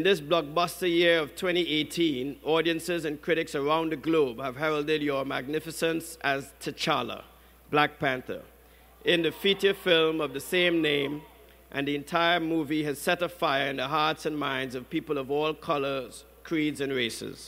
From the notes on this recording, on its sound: during Howard University's 150th Commencement Ceremony on Saturday, May 12 in Washington, D.